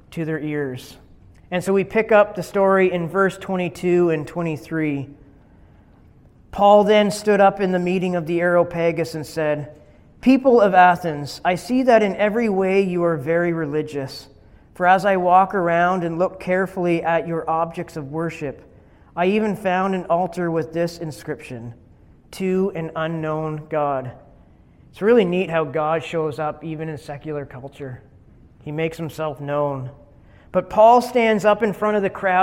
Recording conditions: large echoing room